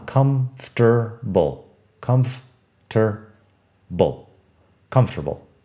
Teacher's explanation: tiene una sílaba menos de lo que parece. Parece tener cuatro sílabas, pero solo tiene tres. Y además, la sílaba en media, ter, es diferente a lo que se parece.